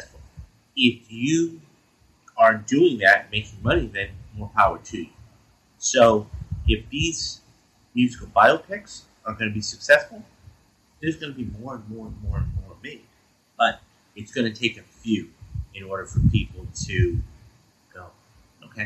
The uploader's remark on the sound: Audio is a little choppy sorry.